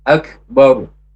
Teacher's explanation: kaf ada hamasnya walaupun sukun, kemudian baur itu tafkhim, tebal, karena ro sukun karena wakuf sebelumnya berharokat fathah, jadi akbar.